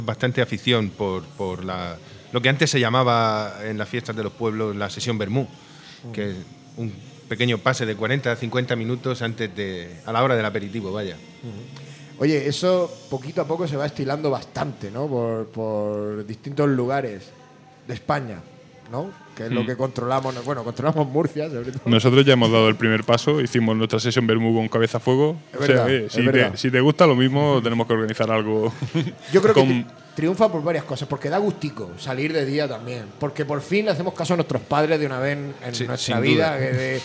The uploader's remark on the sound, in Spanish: Octava sesión de La Turné II, desde la Sala Musik de Murcia, para celebrar el Record Store Day.